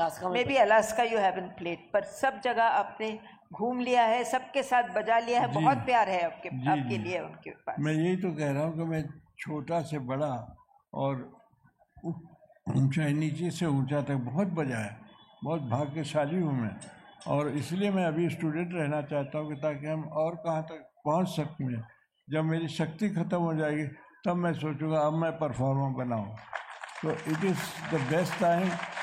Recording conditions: live audience